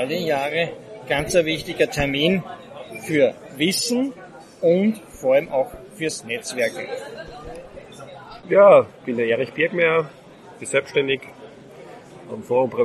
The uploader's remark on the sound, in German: LIVE vom Forum Prävention 2023